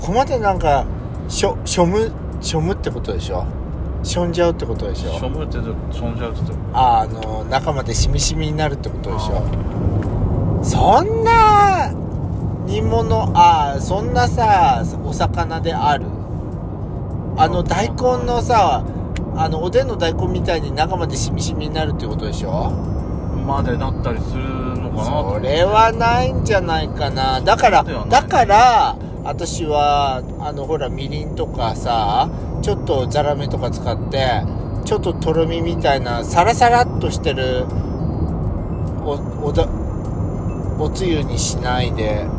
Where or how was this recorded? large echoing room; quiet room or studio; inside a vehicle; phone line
inside a vehicle